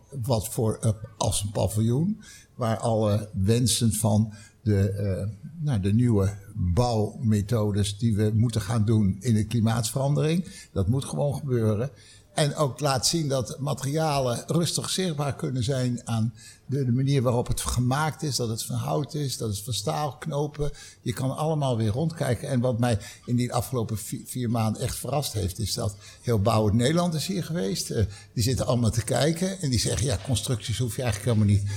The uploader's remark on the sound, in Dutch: Een van de events op de Floriade Expo-terrein vond plaats op 24 augustus: het Floriade Hub Café. Een live-radioprogramma vanuit de Green Innovation Hub in The Natural Pavilion met muziek en aansprekende gasten uit de wereld van tech en innovatie.